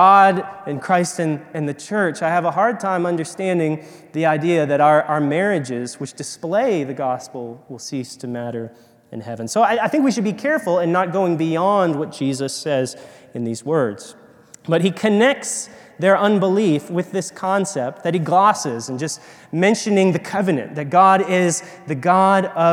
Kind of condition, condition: setting, large echoing room